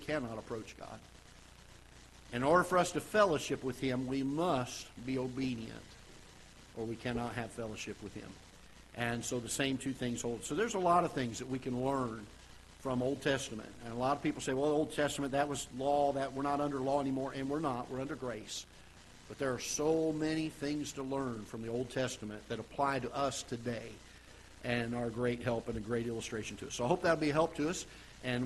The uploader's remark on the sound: Ketha Heights Baptist Church ~ Live Broadcast